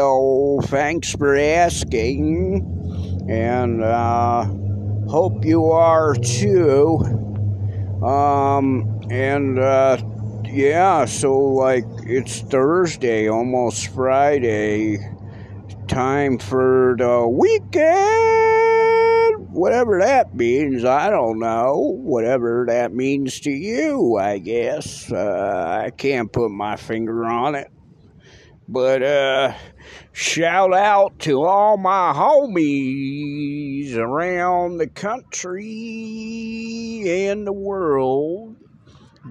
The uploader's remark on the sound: Live on the street first time for that